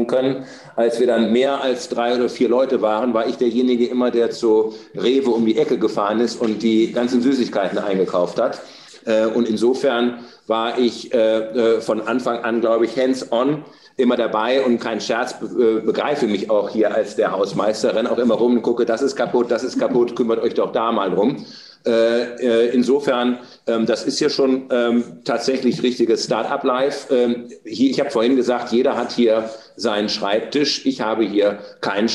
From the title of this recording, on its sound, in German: turi2 Clubabend im Maschinenraum von Storymachine